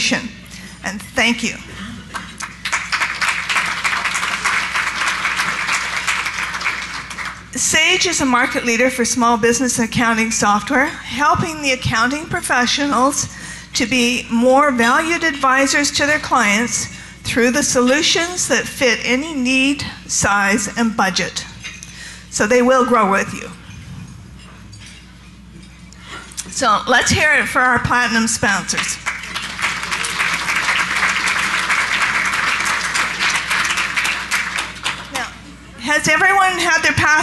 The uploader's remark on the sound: Live Broadcast at the The IPBC IGNITE Conference